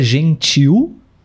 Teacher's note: L, mas pronunciamos como se fosse uma vogal U